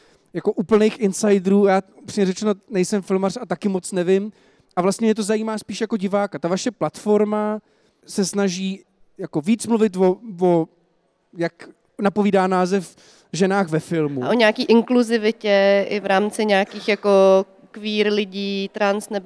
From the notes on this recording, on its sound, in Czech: Kulturák se poprvé vydal před živé publikum. Na Letní filmové škole v Uherském Hradišti.